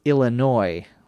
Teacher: The correct pronunciation, or the most common pronunciation, is Illinois with no S sound at the end.